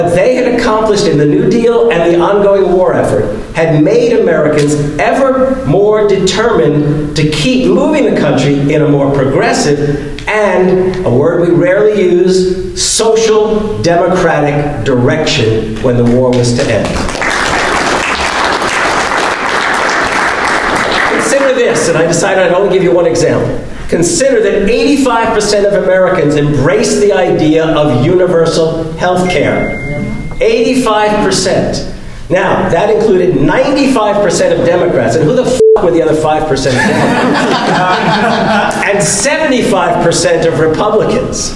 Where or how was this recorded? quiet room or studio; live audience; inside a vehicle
live audience